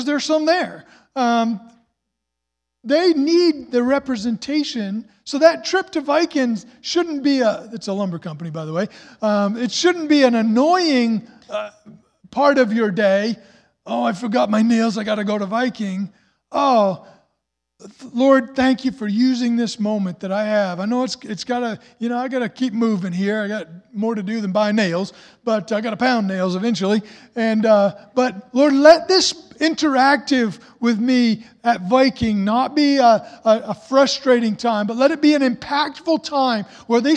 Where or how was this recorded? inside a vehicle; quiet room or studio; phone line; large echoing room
large echoing room